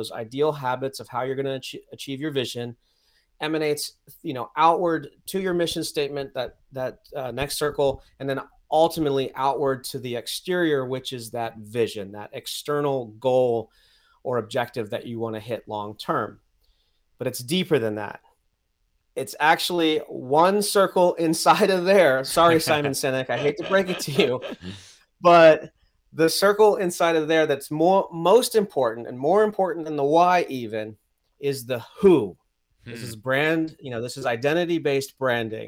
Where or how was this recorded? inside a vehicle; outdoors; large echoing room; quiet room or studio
quiet room or studio